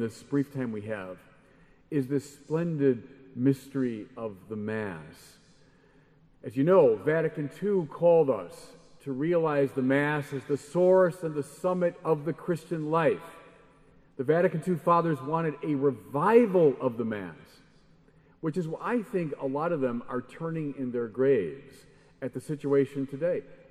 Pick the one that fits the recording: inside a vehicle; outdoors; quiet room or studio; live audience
live audience